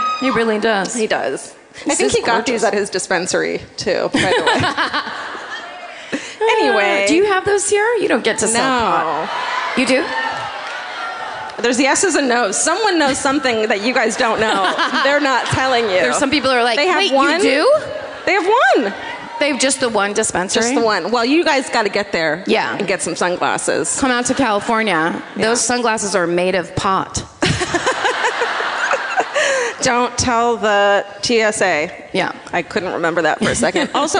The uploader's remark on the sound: Live at the Hard Rock in Orlando